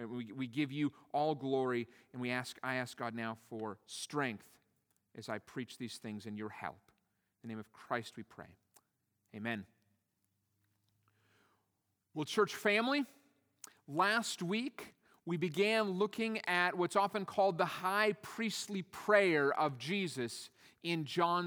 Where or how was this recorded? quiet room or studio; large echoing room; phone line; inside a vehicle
large echoing room